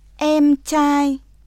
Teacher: 日本語のえより口の開きが広くて長い